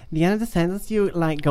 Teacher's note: De term is upspeak. Dus intonatie die omhoog gaat op het einde van de zin is upspeak